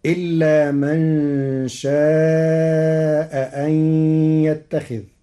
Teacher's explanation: قرأ ورش كلمتي شاء أن بتسهيل الهمزة الثانية بين وإبدالها حرف مد مشبع لوجود ساكن بعدها